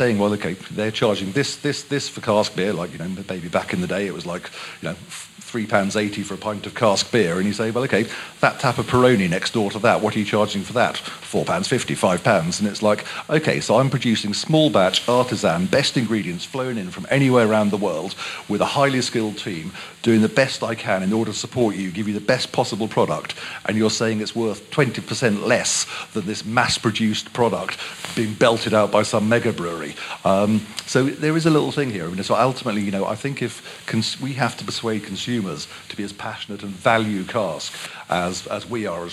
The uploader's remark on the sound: Throughout this month we’ll be bringing you our panel discussions from FyneFest 2022.